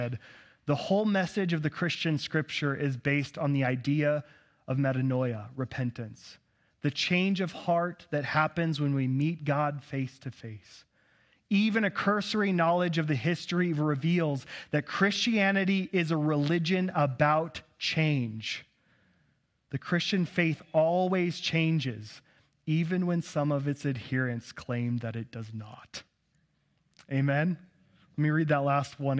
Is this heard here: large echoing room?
yes